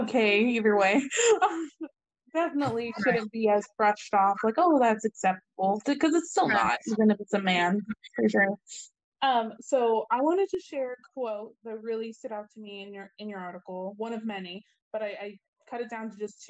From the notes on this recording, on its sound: Due to the long-distance nature of this call, the audio recording reflects some connectivity & sound difficulties.